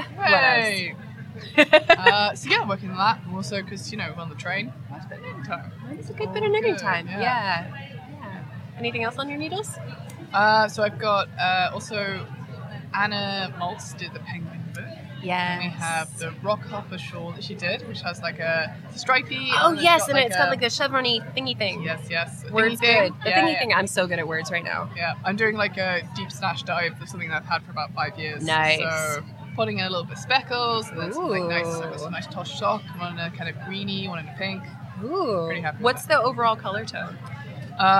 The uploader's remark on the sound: Live from Edinburgh Yarn Festival